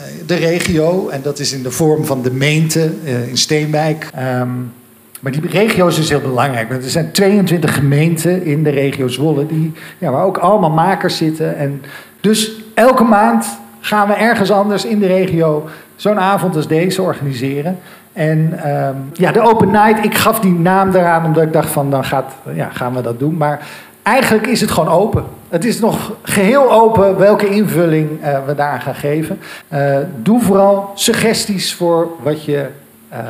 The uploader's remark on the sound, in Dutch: In deze eerste aflevering kun je luisteren naar een live opname van de eerste Vaktor open night in de Stadsgehoorzaal in Kampen.